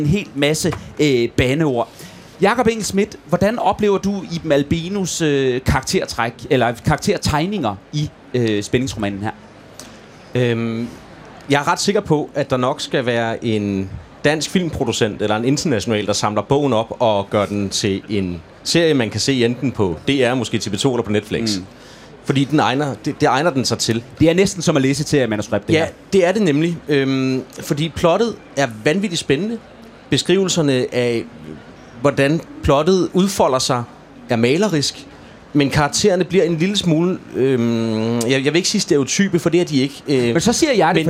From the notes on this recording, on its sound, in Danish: live fra Folkemødet